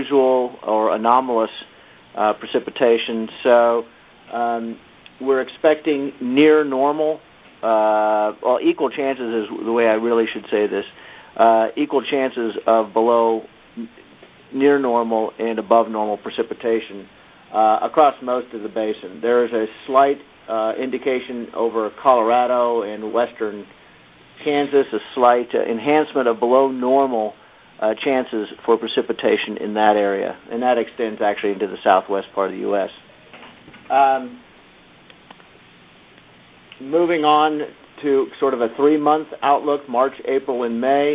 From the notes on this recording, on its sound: Twice monthly conference calls